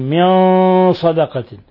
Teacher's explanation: من صدقة، نون ساكنة جاء بعد حرف الصاد، إخفاء حقيقي. من صدقة، ولاحظوا الغنة كيف تفخم لأن الصاد من حروف خص ضغط قض، يعني حروف الاستعلاء، الحروف المفخمة